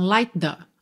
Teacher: Light the. Você junta o T final de light já com o TH de the. Então, light the.